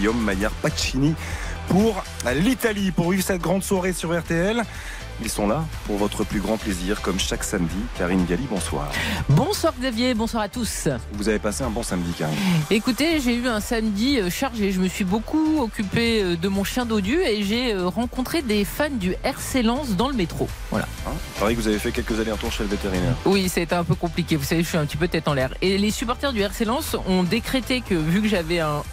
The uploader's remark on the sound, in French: en direct du Parc des Princes